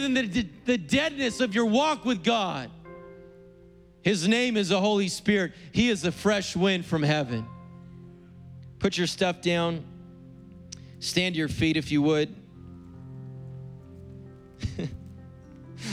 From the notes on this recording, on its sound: preached on April 18th at the 11:30AM service